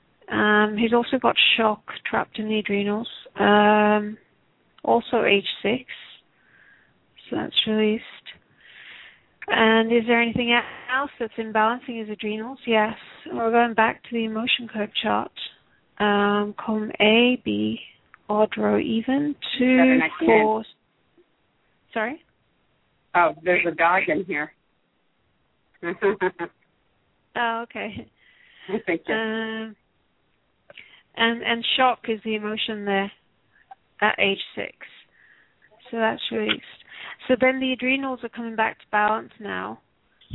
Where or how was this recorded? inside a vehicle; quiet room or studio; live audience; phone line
phone line